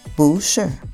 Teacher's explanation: the fourth tone of bu becomes a second tone, bu. So even though the pinyin shows fourth tone in bu, shi, but the actual pronunciation is bu, shi.